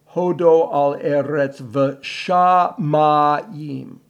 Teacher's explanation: We don't want to use the O, the Ashkenazi O, but rather the Sephardic A.